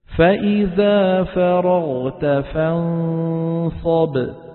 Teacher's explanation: شايفين الباء كيف قصيرة؟ لأنها إيه؟ شديدة